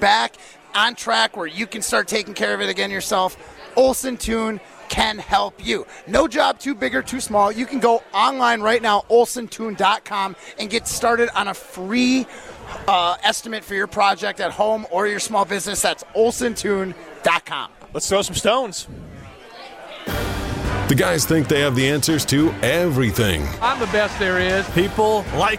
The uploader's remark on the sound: live from the inaugural ESPN Madison Open!